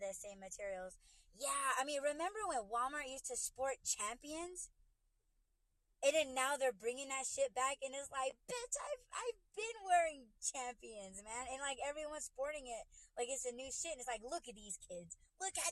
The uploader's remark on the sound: In My Whip. In this podcast, I'm livestreaming using my phone for the first time. It was hard figuring out when listeners are having a hard time hearing you.